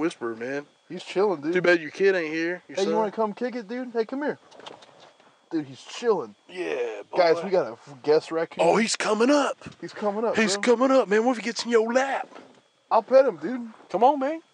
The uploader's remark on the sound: unforeseen circumstances lead to us recording in my truck, so the sound isn't as crisp as usual